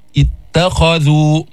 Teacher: التفخيم في الخاء والترقيق في الذال، والترقيق في التاء قبل الخاء